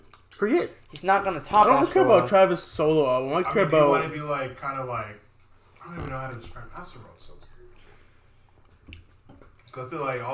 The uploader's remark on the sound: Editor's Note: This episode was recorded after the previous one, so there is some background noise.